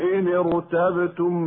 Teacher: مع ملاحظة تفخيم راء ارتبتم لوقوعها ساكنة بعد كسر عارض